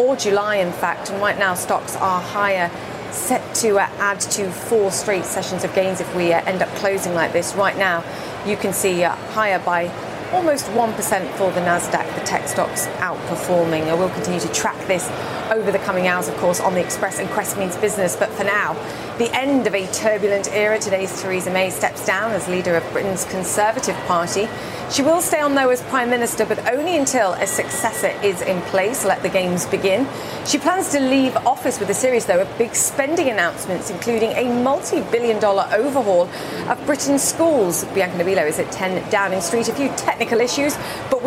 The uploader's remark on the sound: live from the New York Stock Exchange